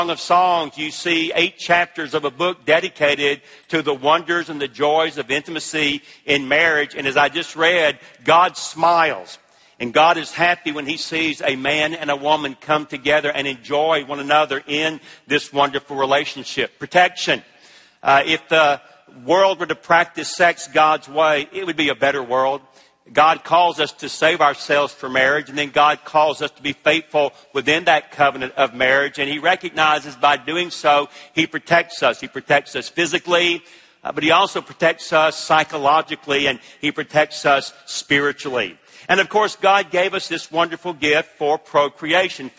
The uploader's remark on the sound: at the ERLC National Conference